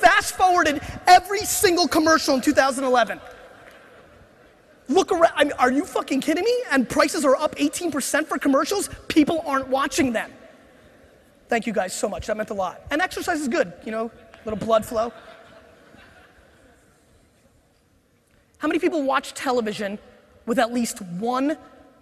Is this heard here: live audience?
yes